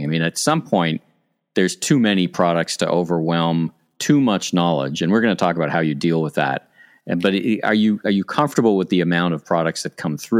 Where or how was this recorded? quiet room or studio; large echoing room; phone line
quiet room or studio